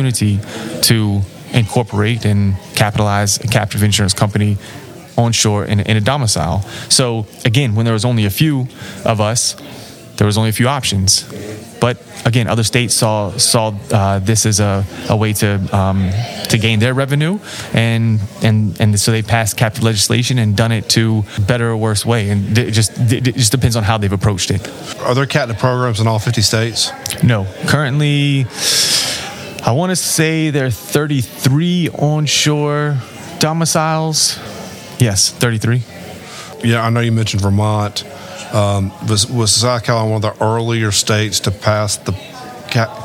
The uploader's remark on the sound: This interview was recorded at the 2023 South Carolina Captive Insurance Association Conference in Charleston.